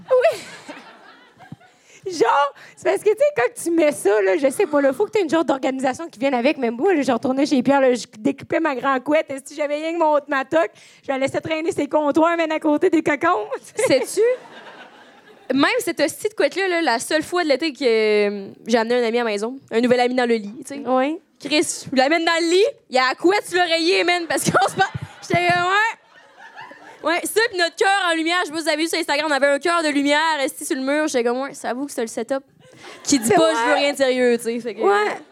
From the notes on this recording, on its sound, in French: Live à Québec. ON PART EN TOURNÉE DE PODCAST LIVE !!! On est TRÈS heureuses de vous présenter ENFIN notre premier podcast live!! Quelqu'un dans la salle s'est littéralement pissé dessus.